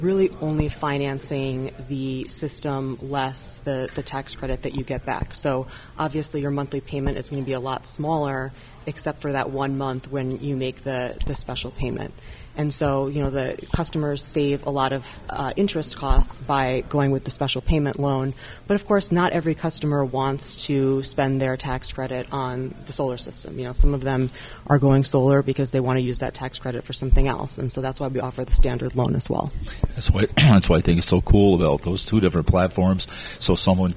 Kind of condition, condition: setting, busy venue